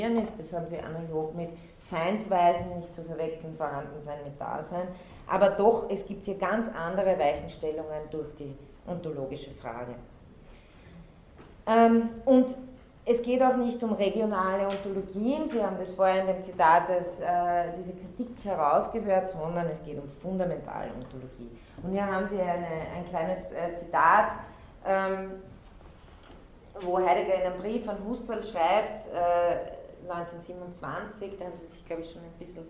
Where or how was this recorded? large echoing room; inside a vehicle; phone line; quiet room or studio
large echoing room